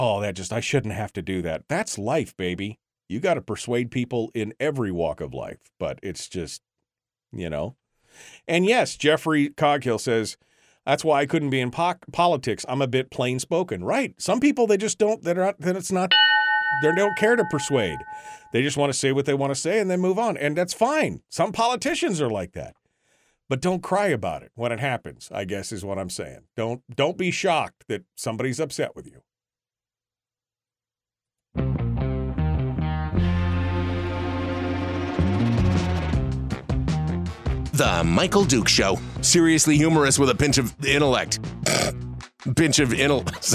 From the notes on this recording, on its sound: First I'll cover the headlines and then we'll just throw the phone lines open and discuss any topic you wish.